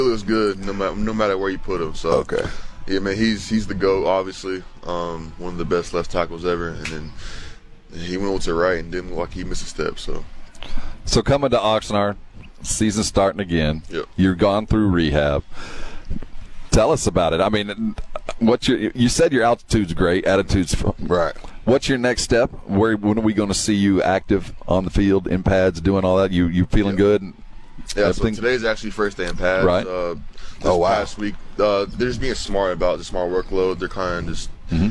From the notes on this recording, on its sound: Live from Dallas Cowboys Training Camp. Live from Dallas Cowboys Training Camp.